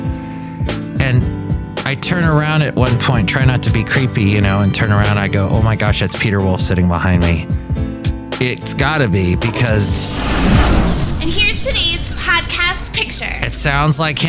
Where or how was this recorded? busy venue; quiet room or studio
busy venue